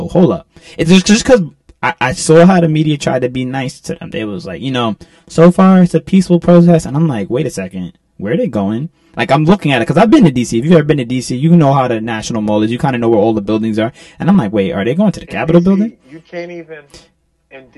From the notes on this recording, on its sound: This was done on short notice, so please excuse the audio quality and the poor editing!